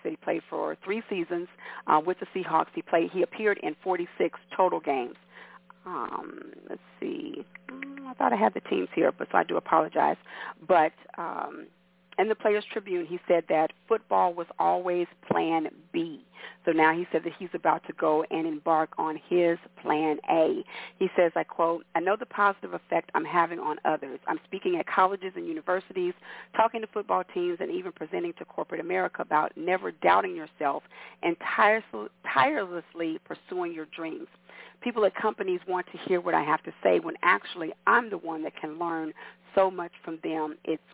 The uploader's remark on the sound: your phone calls, comments, questions and much more!